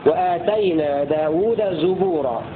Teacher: هكذا يقرأ حمزة بضم الزاي في لفظ الزبور المعرف ولفظ زبورا المنكر